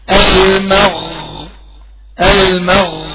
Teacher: اقوم داخل على الغين مفخمة ورخوة يعني اجريها شوية